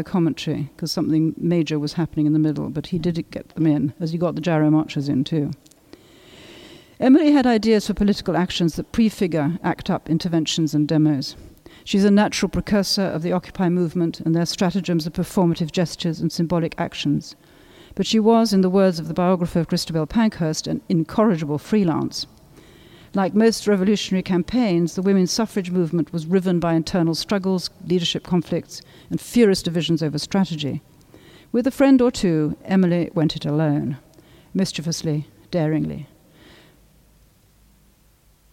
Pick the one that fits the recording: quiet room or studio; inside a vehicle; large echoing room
large echoing room